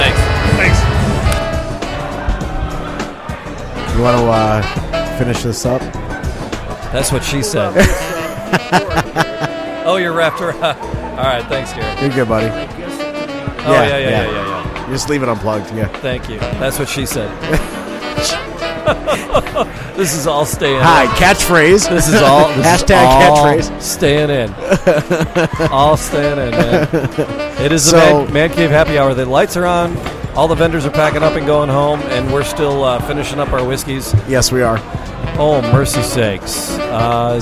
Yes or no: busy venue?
yes